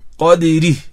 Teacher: عند الوقف تكسر الدال وتوضح الهاء، الهمسة اللي في الهاء